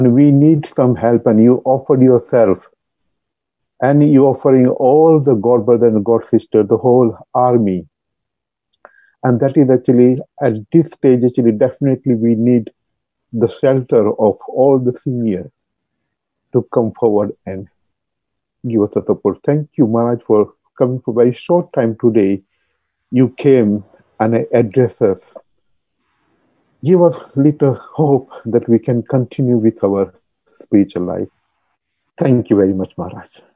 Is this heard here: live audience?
no